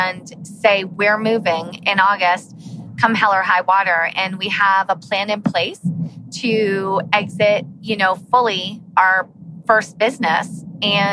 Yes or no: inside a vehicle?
yes